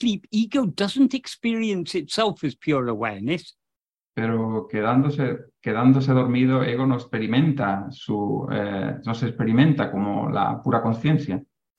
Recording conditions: video call